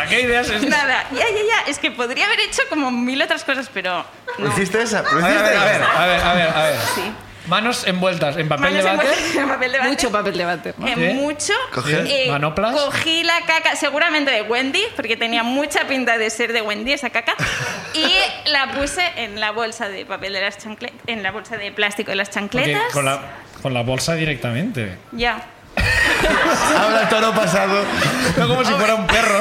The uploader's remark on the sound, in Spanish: El público nos cuenta